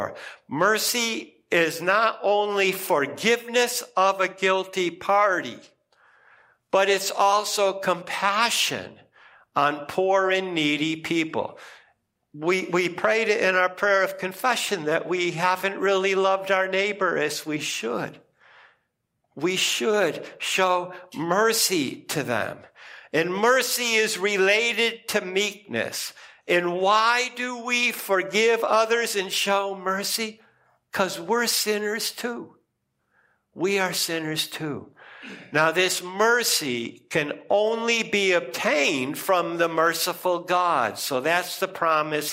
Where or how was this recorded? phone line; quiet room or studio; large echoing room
large echoing room